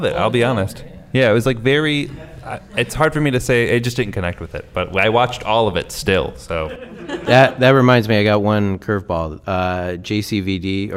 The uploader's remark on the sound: Just Shoot It LIVE! Q&A Bonus Episode